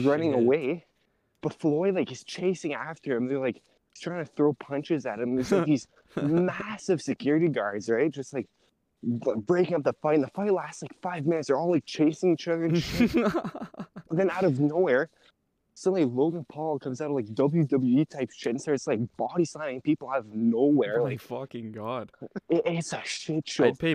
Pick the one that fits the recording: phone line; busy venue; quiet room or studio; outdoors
outdoors